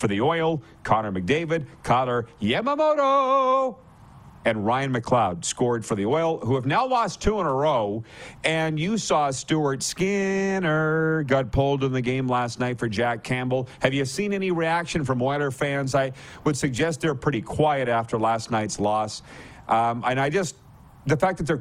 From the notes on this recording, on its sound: LIVE from the CFL's Winter Meetings in Kananaskis, Alberta